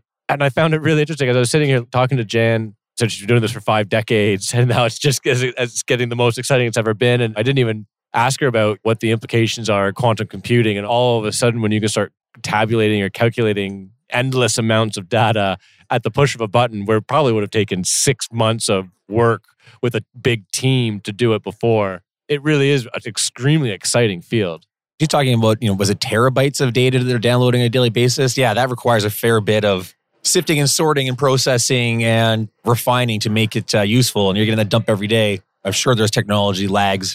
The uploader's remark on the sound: Recorded at the Toronto Real Estate Forum